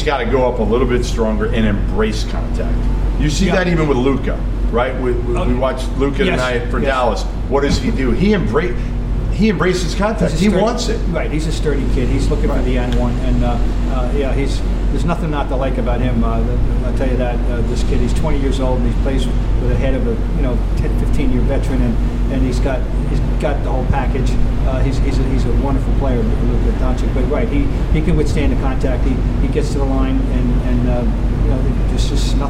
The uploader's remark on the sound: On location, from the brand new (kinda) TD Garden! Recorded following the Celtics - Mavericks contest.